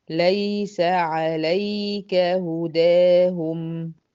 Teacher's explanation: زمن اليه الساكنة في ليس هو نفس زمن اليه الساكنة في عليك